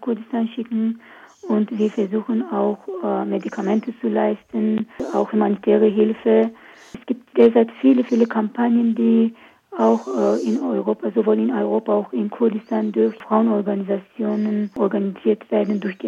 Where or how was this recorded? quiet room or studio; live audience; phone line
phone line